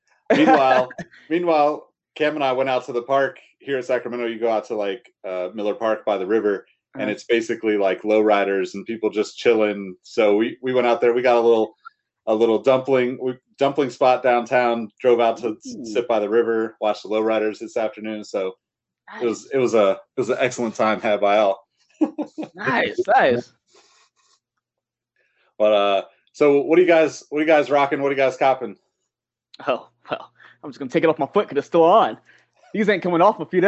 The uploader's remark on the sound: Recorded on Riverside.